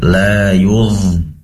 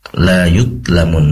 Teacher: dho di sini tempat keluarnya adalah ujung lidah yang ditempelkan ke ujung gigi seri atas dan memiliki sifat rikhwah, yaitu mengalir, suaranya mengalir · Shown in: first take